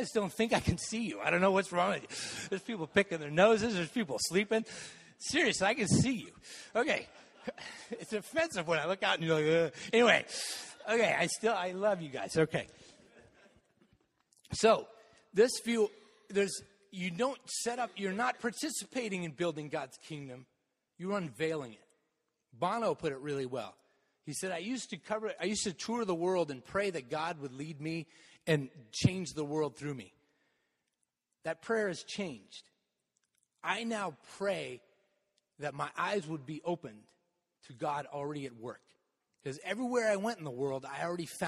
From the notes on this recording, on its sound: Message delivered in the Contemporary worship service.